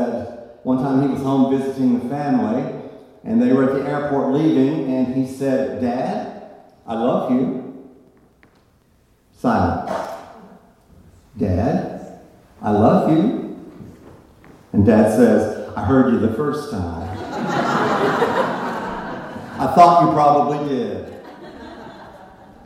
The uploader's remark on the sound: live on stage at Alberta Abbey for live storytelling with Portland Story Theater